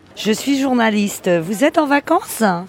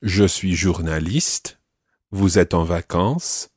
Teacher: she has a particular accent, which means that she almost stresses the last syllables of the words. · Shown in: first take